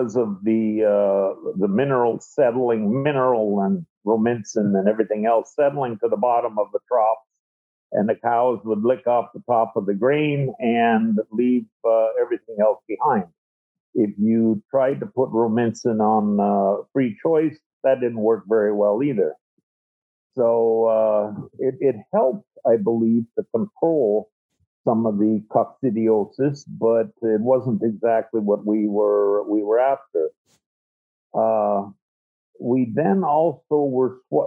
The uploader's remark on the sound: Webinar Recordings